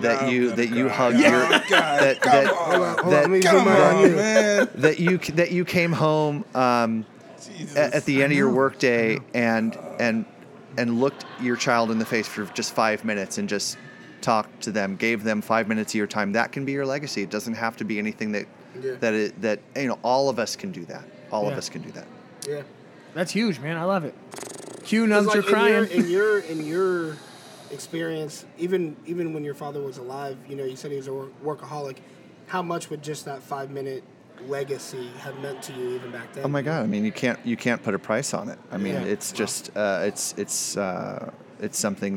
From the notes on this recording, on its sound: Live from the Help Me Grow National Forum in Buffalo, New York